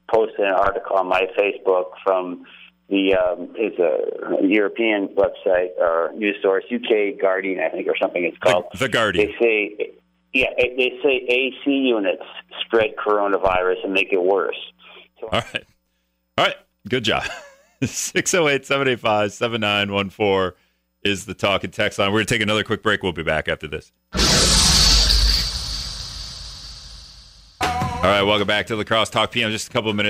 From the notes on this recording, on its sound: Callers sound off